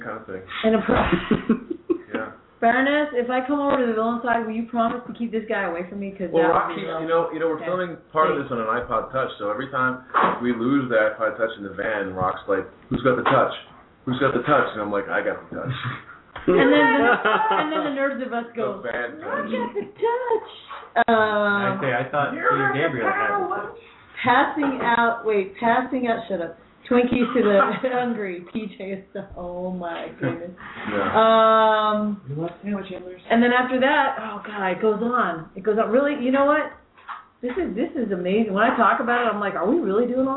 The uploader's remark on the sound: LIVE from Pirate's Landing, Utah!!